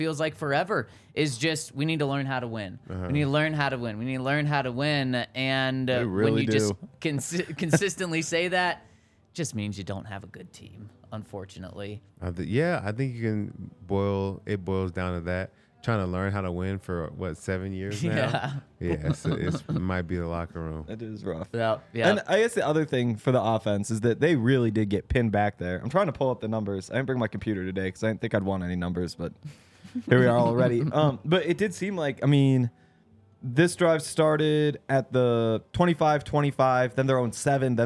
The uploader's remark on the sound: coming to you LIVE from the DNVR Bar